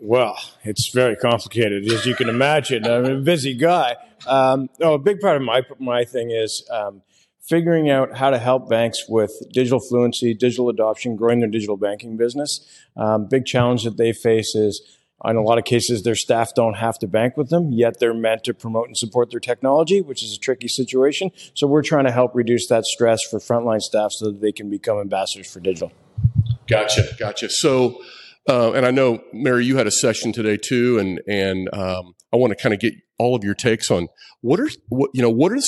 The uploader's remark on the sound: in the halls of FinXTech 2023 in Tampa